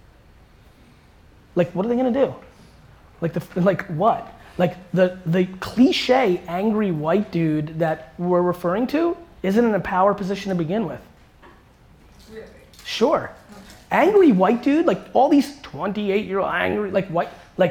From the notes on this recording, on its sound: This keynote I gave at CUNY City College